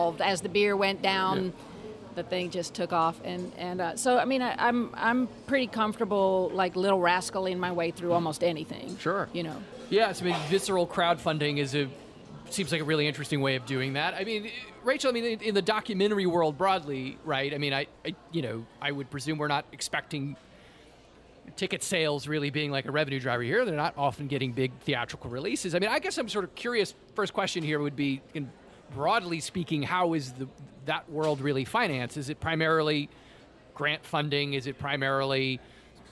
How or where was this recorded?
busy venue